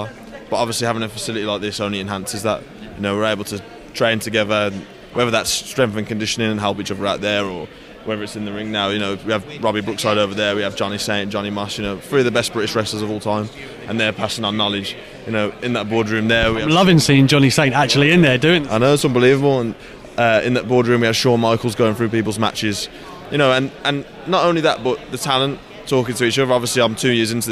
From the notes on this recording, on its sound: The Pro Wrestling Show comes live from the NXT UK PC.